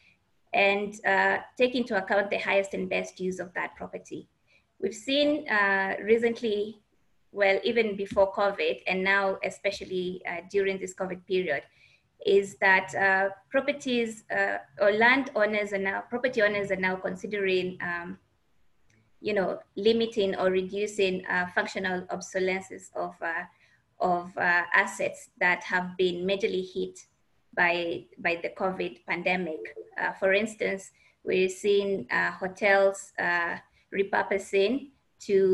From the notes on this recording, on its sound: This recording is from our inaugural Africa 2020: A New Vision webinar. Where we had over 600 registered attendees participate.